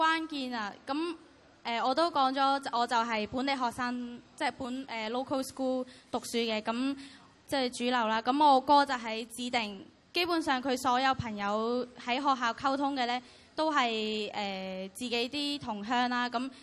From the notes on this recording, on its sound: 舉行地點: 維多利亞公園涼亭. Venue: Band Stand, Victoria Park.